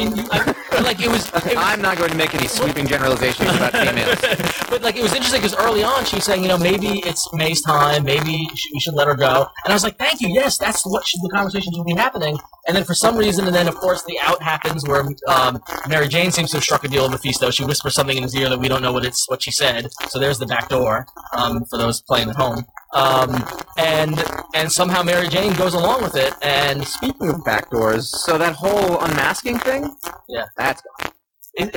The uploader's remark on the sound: Live, from Jim Hanley's Universe. The live show gremlins have reappeared.